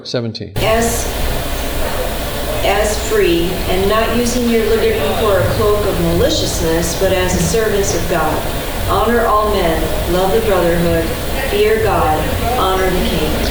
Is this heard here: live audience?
yes